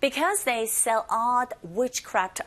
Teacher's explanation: 모음과 모음 사이에 t 사운드 껴 있네요. 플랩 현상에 의해서 r 소리에 가깝게 들리게 되죠.